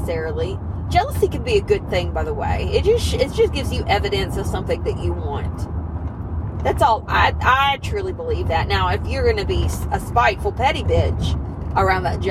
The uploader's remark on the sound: I want to apologize in advance for the not-ideal listener experience. I recorded this episode in my car while I was on the go & apparently the roads were rough that day.